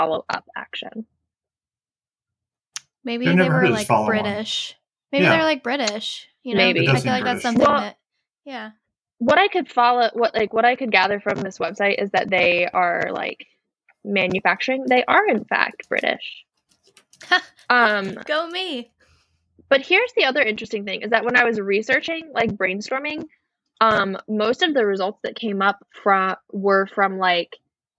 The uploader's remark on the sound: Recorded virtually in the Shout It Out Design online studio. Recorded virtually in the Shout It Out Design online studio.